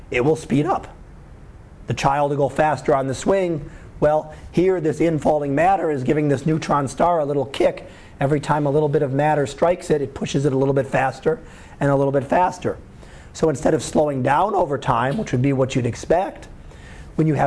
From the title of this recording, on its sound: Live Class Lecture 2013 Jun 13